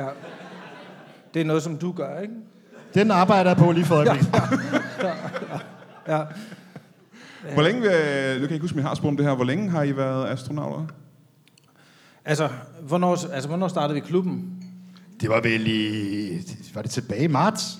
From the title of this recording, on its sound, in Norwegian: LIVE fra Comedy Zoo